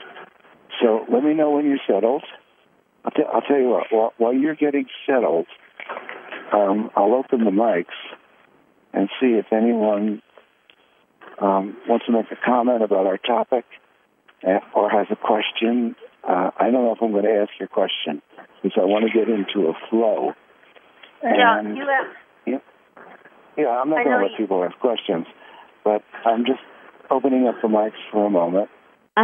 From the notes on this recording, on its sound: Conference Call LIVE